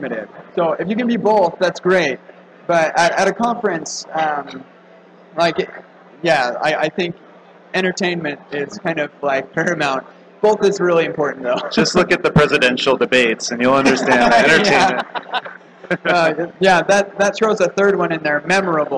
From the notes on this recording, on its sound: On-site at Connect.tech. We'll be live and on site at Connect.tech in Atlanta Georgia.